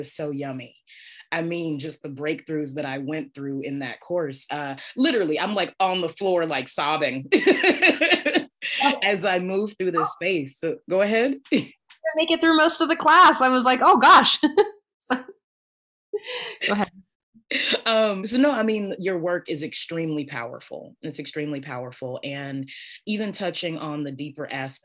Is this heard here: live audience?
no